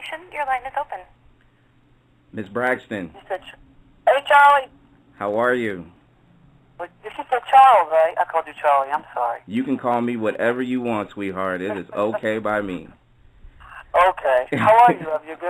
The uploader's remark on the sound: Conference Call interview